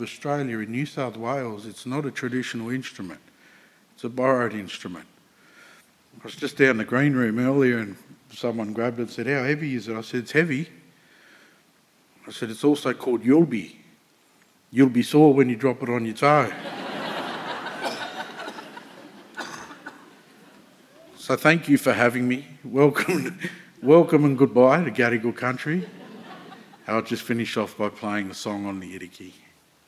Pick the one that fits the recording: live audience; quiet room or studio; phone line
live audience